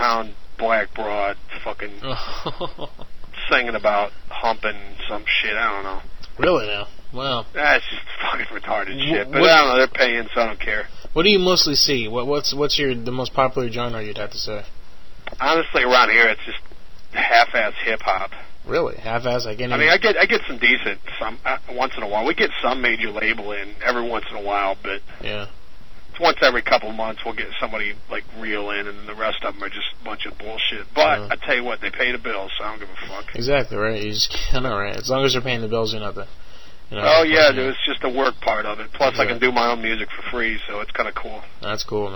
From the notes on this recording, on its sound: "Madhouse 090805b" from archive.org was assembled into the "RBCP's Personal Prank Phone Calls Collection" podcast by Fourble.